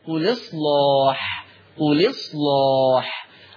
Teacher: قل اصلاح هعمل نقل، فتبقى اللام مكسورة، وما ننساش ان كان من ضمن قواعدنا تغليظ اللام، قل اصلاح، قل اصلاح.